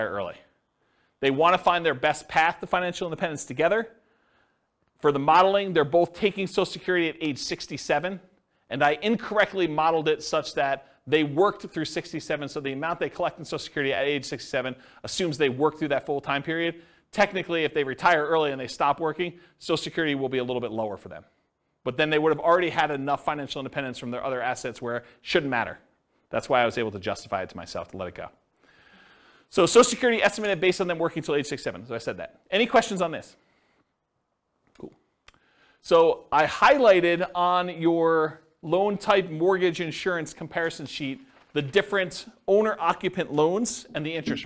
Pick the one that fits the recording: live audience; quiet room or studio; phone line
live audience